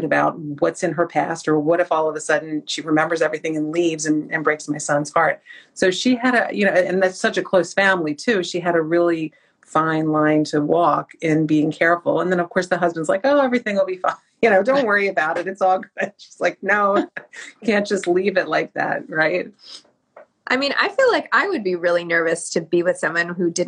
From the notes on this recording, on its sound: for an Instagram Live